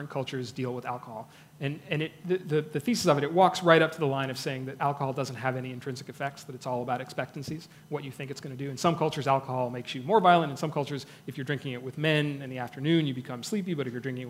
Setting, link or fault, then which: setting, busy venue